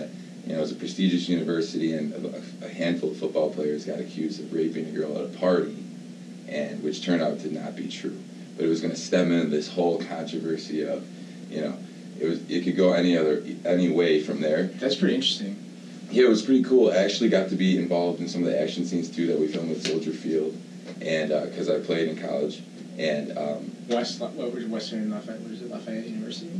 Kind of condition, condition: fault, poor sound quality